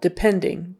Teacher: The stress is on the middle syllable